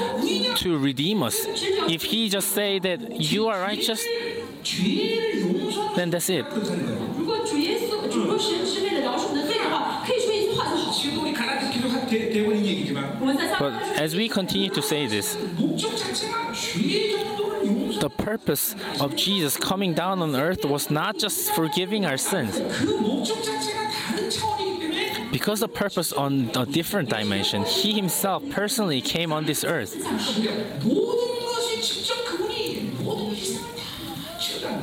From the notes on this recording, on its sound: Chuseok Conference. Conference sermon.